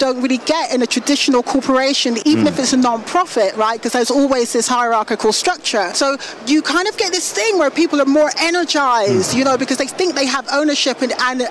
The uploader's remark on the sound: Live from Consensus in Austin, Texas